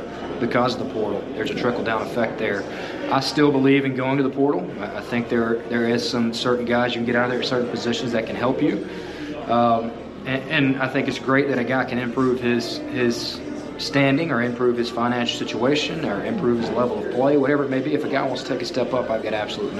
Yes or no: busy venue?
yes